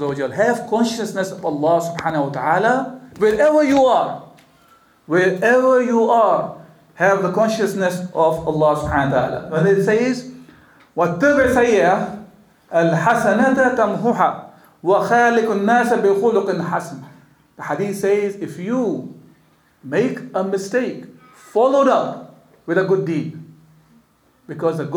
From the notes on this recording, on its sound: the speaker addresses a lively audience of graduates